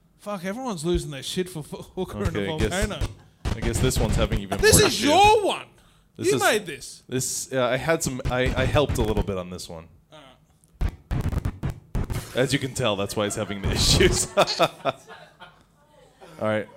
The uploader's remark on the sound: LIVE SHOW #2 EP0023 Fringe Perth 2021.